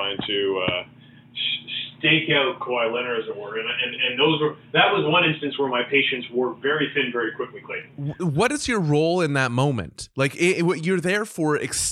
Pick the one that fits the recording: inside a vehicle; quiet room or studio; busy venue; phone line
phone line